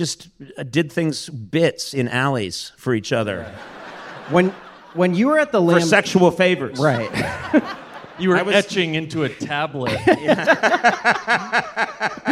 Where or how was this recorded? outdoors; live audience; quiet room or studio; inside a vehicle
live audience